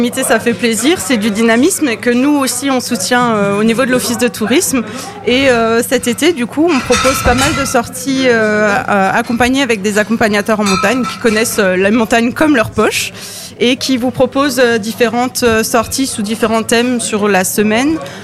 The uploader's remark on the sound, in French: Dans le cadre de la fête de la musique à Munster le samedi 24 juin. En direct depuis le restaurant La table des malker.